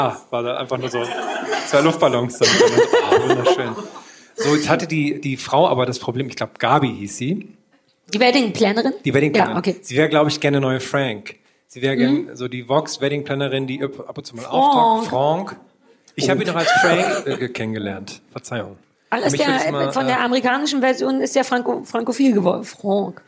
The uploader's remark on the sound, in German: vor Publikum!